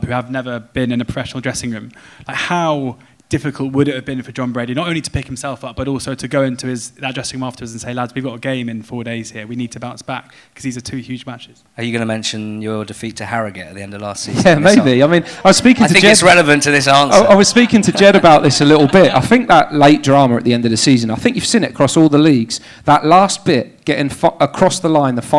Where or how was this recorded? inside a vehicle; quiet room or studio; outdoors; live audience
live audience